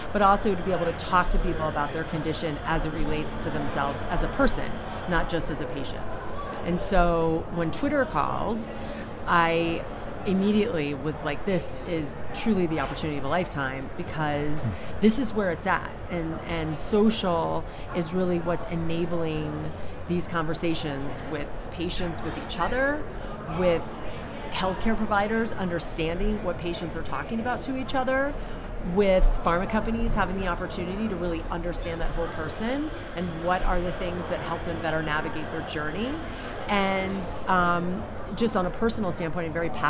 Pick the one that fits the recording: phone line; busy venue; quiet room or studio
busy venue